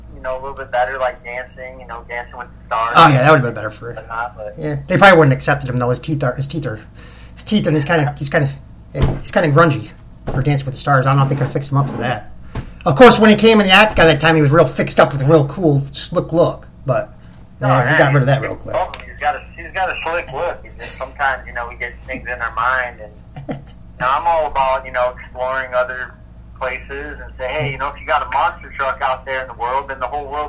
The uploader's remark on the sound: The Audio will get fixed hopefully soon.